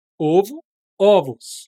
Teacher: No plural, você tem que pronunciar com O aberto?